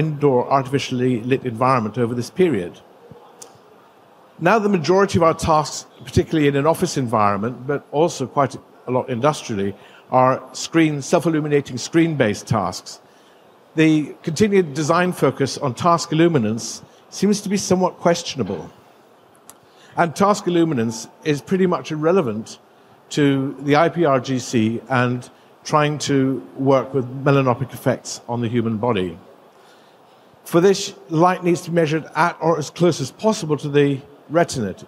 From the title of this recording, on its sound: Presented at GILE 2023